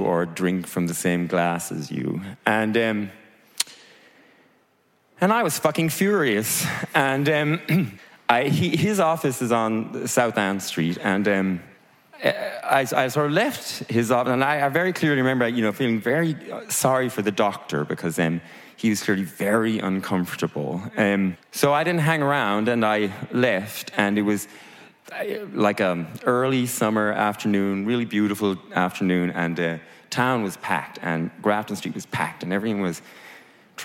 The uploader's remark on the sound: Recorded live at the historic City Assembly House in Dublin. In this live show-come-podcast episode. Each section features live performance of songs on those same themes from our music guest.